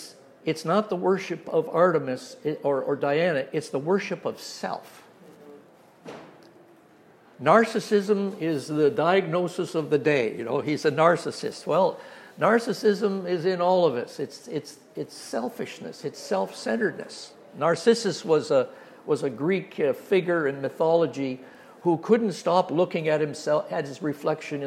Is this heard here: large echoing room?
yes